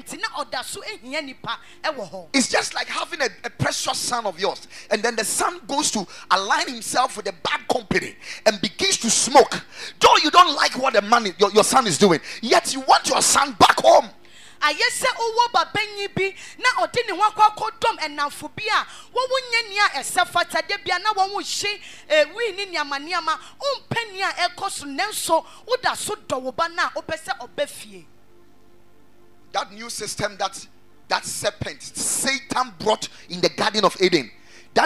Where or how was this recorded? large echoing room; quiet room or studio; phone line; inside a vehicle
large echoing room